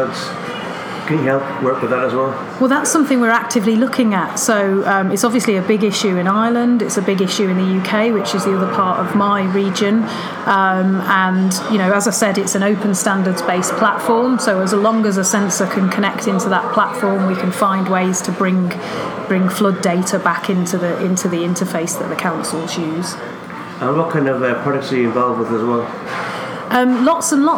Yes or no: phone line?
no